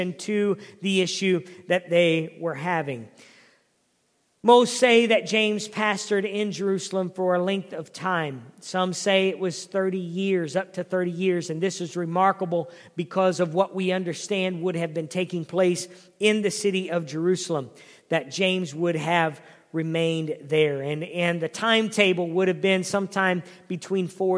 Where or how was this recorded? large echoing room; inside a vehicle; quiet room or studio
large echoing room